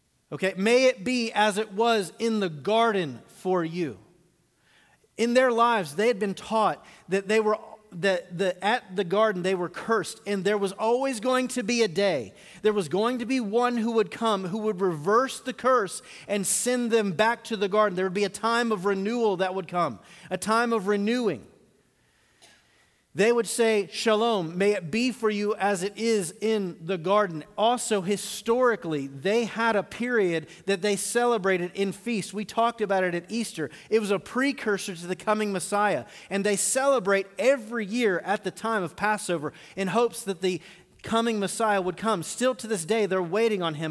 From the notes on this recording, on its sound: TR campus. 16th message of the sermon series "The Gospel of Mark" at The Fellowship. Recorded live on June 23, 2019.